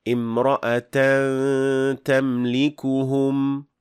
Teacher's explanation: There was supposed to be ikhfa with ghunnah, but it was completely dropped and it was just not done.